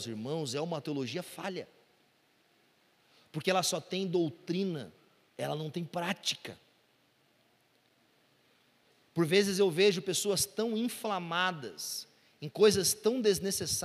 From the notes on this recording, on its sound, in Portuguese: Culto Domingo (Onda Dura Belo Horizonte). Local gravação: Onda Dura Belo Horizonte.